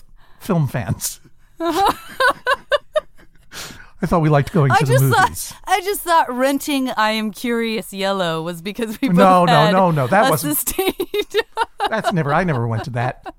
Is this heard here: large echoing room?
no